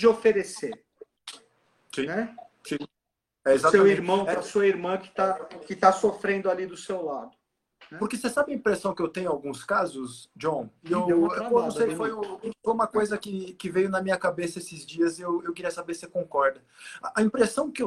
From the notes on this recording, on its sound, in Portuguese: transmitida através de Live no nosso Instagram